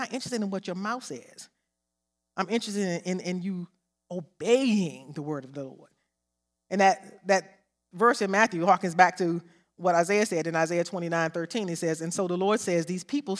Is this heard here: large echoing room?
yes